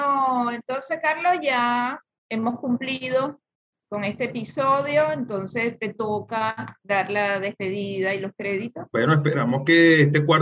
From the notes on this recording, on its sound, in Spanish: este episodio grabado en videoconferencia